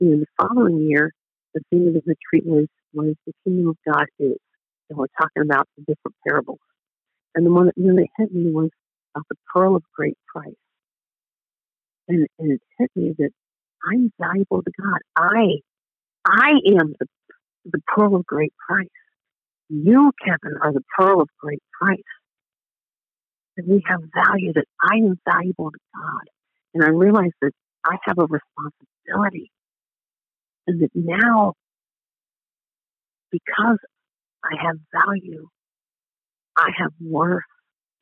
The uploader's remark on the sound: Phone Interview